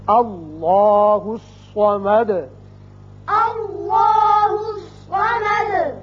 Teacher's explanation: اب دال کے اوپر پیش ہے، آیت ختم ہونے کی وجہ ساکن کریں گے اور سکون کی وجہ سے صفت قلقلہ ادا ہوگی